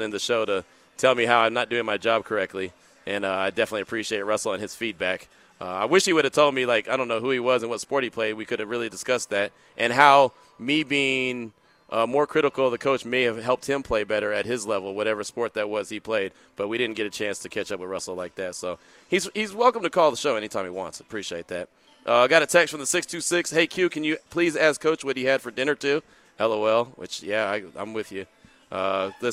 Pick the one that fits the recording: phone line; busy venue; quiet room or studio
busy venue